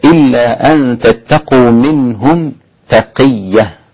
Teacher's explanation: فيكون النطق في الياء بالتشديد. إلا أن تتقوا منهم تقية هكذا، إلا أن تتقوا منهم تقية، بياء مشددة مفتوحة، بياء مشددة مفتوحة، نعم، تقية هكذا.